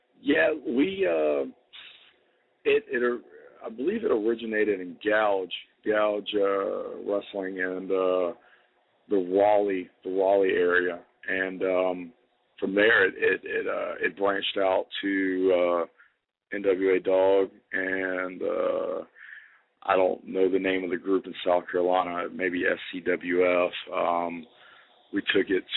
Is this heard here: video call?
no